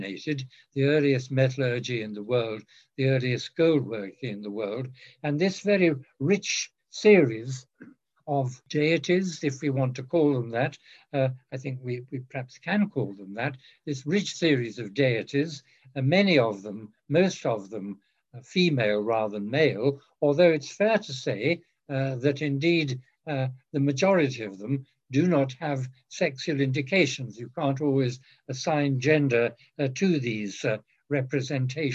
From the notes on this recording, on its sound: This panel was part of the virtual 2021 REECAS Northwest Conference. Is organized by the Ellison Center for Russian, East European, and Central Asian Studies at the University of Washington, Seattle.